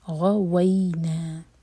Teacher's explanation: غین heavy واو light, اور واو کے لیے ہمارے ہوٹ ہمیشہ گول ہوں گے.